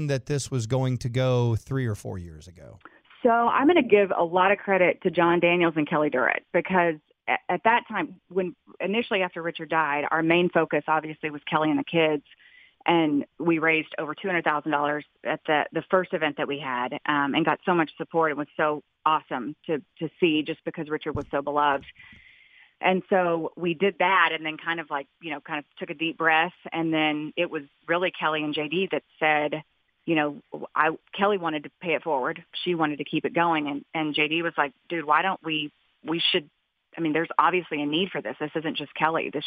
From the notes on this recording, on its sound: called in to the … and … show.